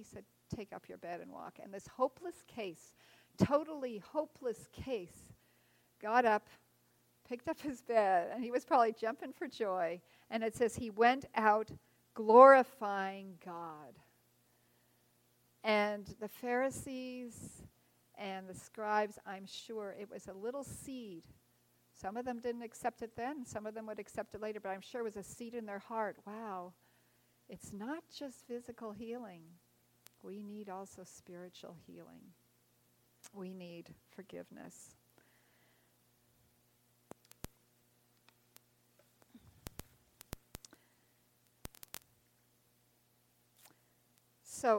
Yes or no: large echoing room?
yes